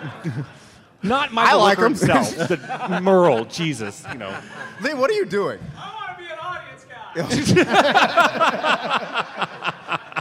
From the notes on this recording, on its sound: LIVE from Salt Lake Comic Con. Our panel recorded LIVE in its entirety, your questions.